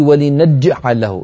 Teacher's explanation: إذا قلت لنج صار النطق كأنه جيمين أو كأنه جيمان